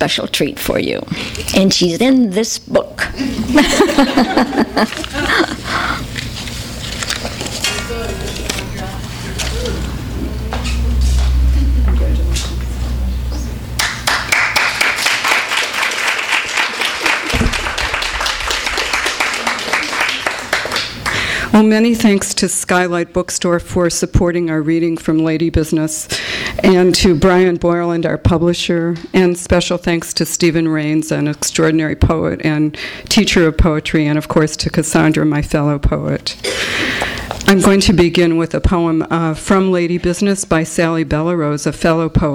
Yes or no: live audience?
yes